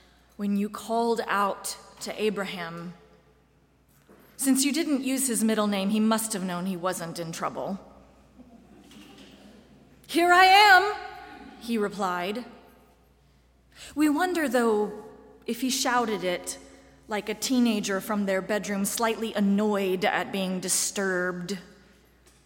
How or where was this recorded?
large echoing room